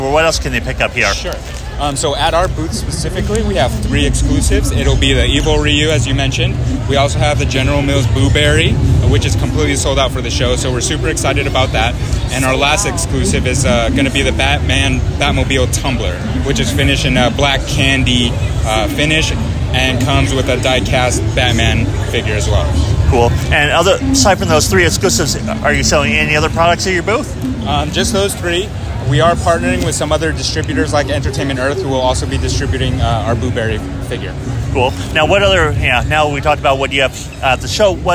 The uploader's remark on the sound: Roaming the San Diego Convention Floor, taking in the sights and sounds of SDCC 2023. The Convention Collective is attending San Diego Comic-Con officially this year as press.